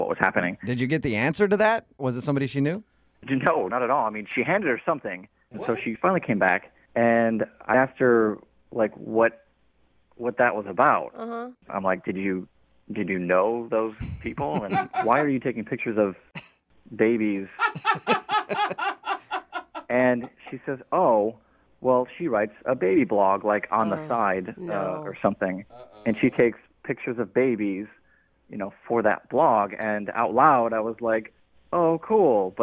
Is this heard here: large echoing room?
no